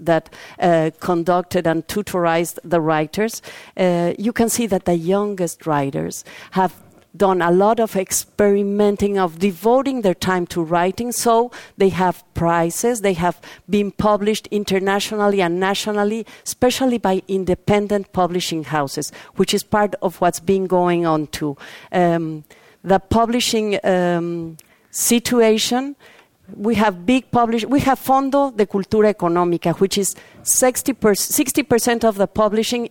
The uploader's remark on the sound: A flash mob opera performance by the Opera Ambulante in Tijuana surprises the panelists and audience in this second session of Mexico Moving Forward 2014.